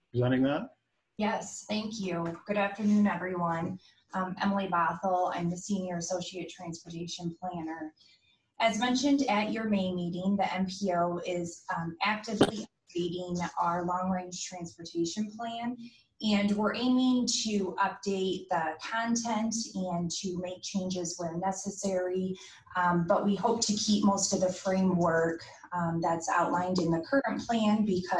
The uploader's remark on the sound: Zoom meeting